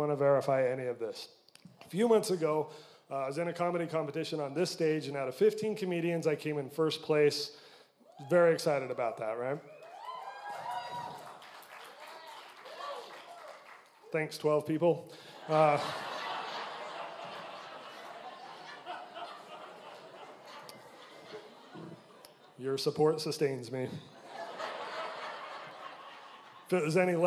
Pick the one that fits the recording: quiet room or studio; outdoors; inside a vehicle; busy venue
busy venue